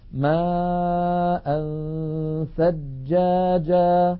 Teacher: نهيئ فمنا على مخرج الثاء وبأن نضع طرف لساننا على أطراف الثنايا العليا وننطق غنة